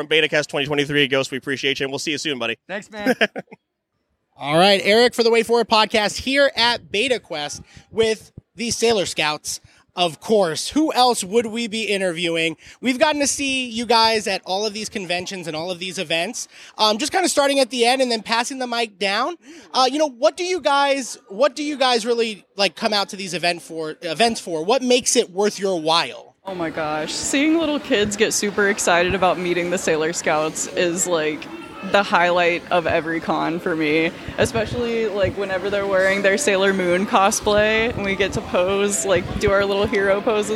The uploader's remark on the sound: BetaQuest 2023 (Live Recording). Which was a convention created so the Junior Beta Club can raise money to go to national competition this summer. This episode was recorded live and includes most of what we were able to gather at the event, outside of a few recordings that were unfortunately unusable.